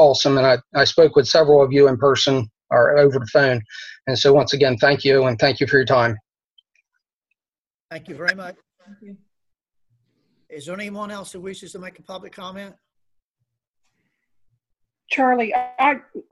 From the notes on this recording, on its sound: This meeting was conducted online using the Zoom video conferencing platform.